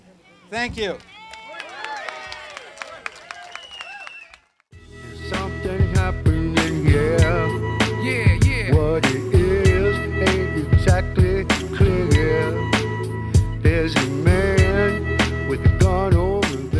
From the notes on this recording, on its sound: Part One of a recording of speakers at the historic Emergency Truth Convergence event in Layfayette Park across the street from the White House.